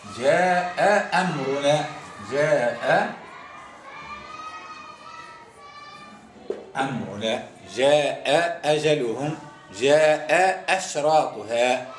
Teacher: معنى الهمزة الأولى مفتوحة الثانية تكون مفتوحة، وهما من كلمتين مش من كلمة · Term: همز مزدوج متفق في الحركة